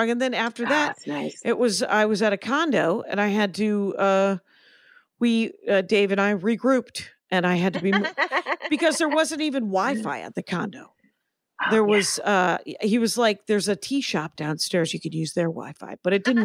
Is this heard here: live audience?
no